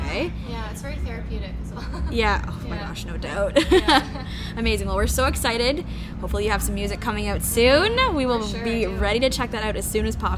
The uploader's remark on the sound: We thought it would be fun and different to record an episode from the festival. We recorded this backstage at the festival, so you can hear some background noise, so you'll have to listen a little hard for some of the chats.